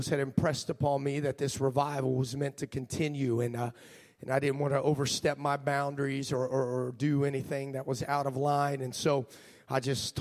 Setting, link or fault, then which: setting, large echoing room